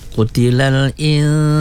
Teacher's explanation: Pada ayat yang ke-17, ya, qutilal insa, nun mati bertemu dengan sin, wajib gunnah, ya. Dua harkat.